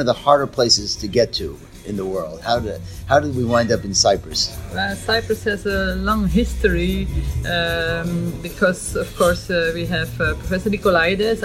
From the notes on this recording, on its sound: Recorded from the 9th annual European Venous Forum Hands-On Workshop.